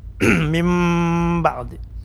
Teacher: Iqlab berubah suara kita jadi mim. Jadi mim, suara kita seperti huruf mim ya. Mim ba'di. Panjangnya juga 4 harakat.